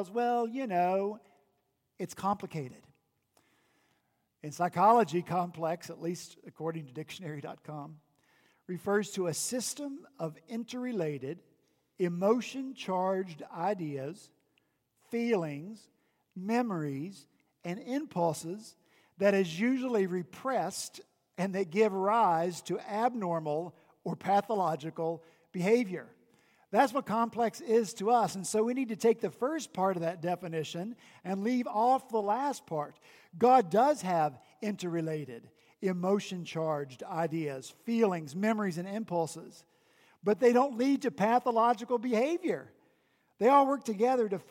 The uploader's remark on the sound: At Redeemer Presbyterian Church in Charleston, SC